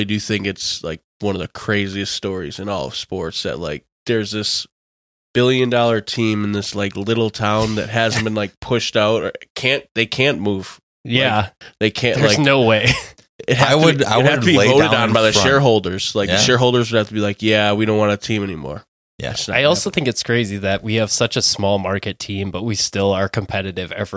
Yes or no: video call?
no